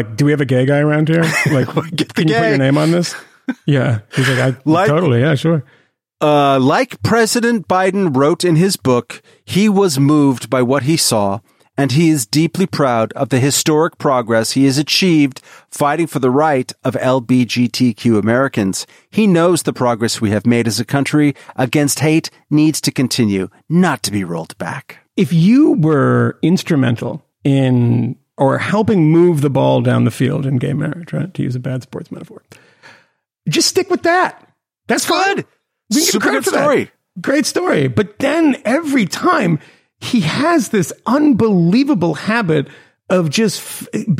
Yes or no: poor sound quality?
no